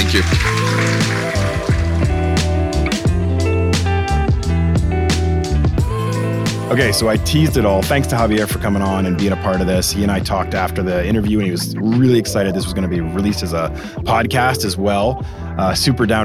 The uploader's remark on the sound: Rubbed elbows with a mix of sports business professionals at the 2022 Hashtag Sports Conference in Las Vegas in July.